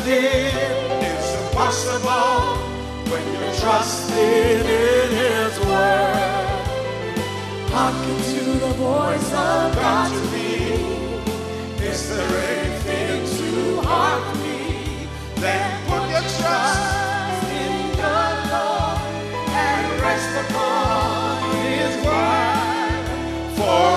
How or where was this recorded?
large echoing room